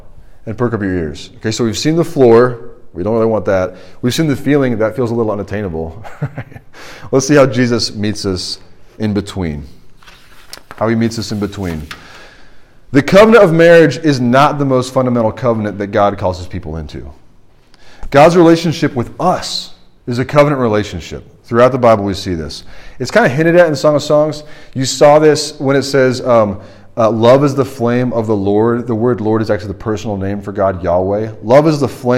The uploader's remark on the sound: This is the sermon from the RUF Large Group meeting at Washington & Lee